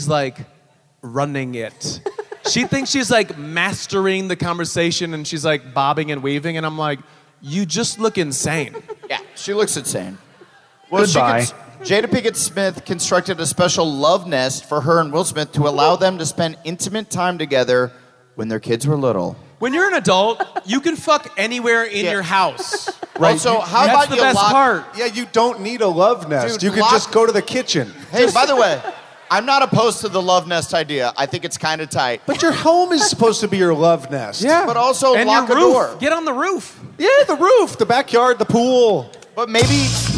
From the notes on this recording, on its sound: Live From Atlanta!